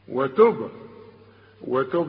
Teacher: وعند الوقف قلقلها للشرط عليها اللي هي السكون